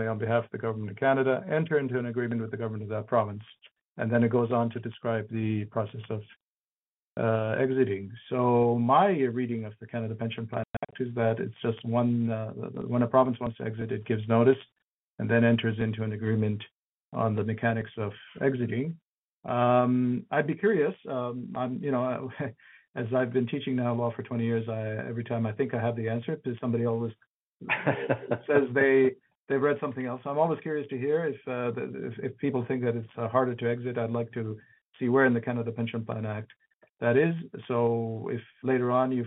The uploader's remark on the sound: Northern Alberta Telephone Townhall